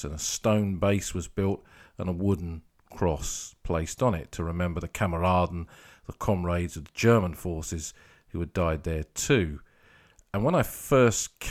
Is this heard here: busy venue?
no